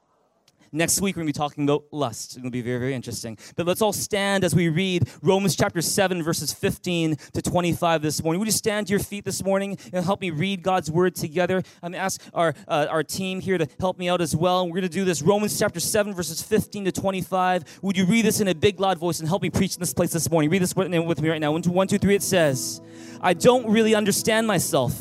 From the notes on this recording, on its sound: Recorded on November 17, 2019 at THRIVE Church Vancouver, Canada.